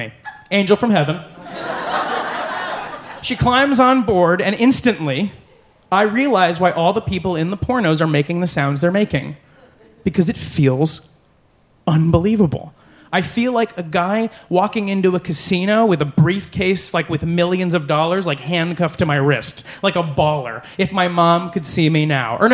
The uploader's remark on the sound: Live at the Bell House